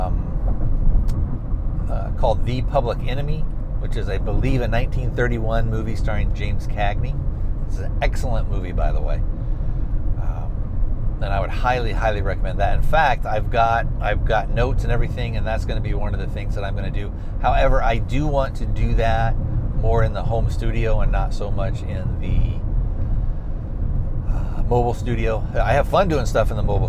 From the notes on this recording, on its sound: On the show today I am trying some new recording equipment for “mobile” recording. I will be testing the Rode Smartlav+ a lavalier microphone.